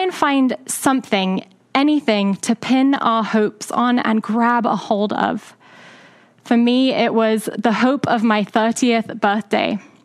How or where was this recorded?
large echoing room